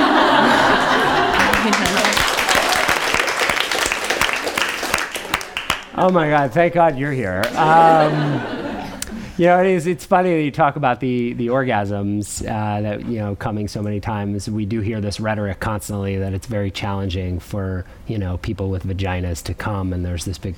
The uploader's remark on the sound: Recorded at the touchpoint town hall in NYC on July 10, 2018 at The Assemblage Nomad.